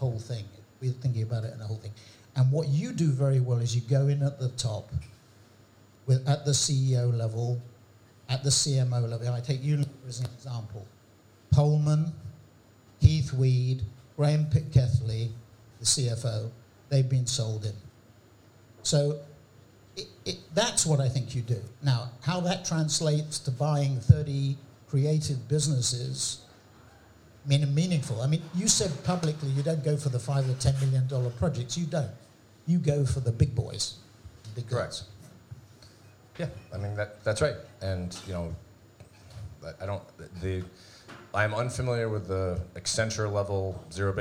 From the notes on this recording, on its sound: In front of an audience at The Drum Arms.